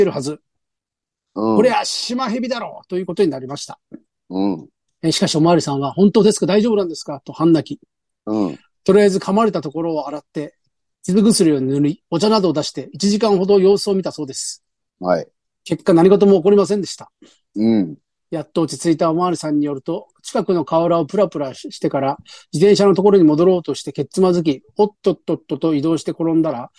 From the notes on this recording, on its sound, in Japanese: ZOOMで収録